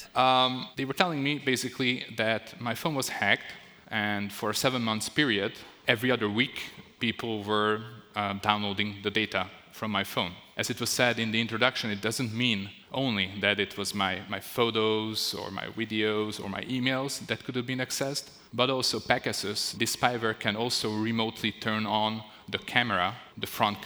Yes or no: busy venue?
yes